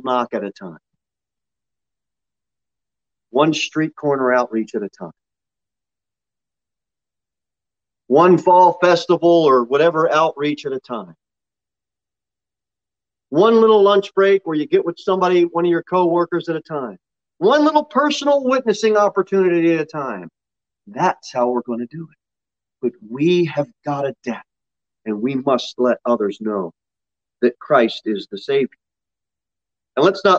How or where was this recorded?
large echoing room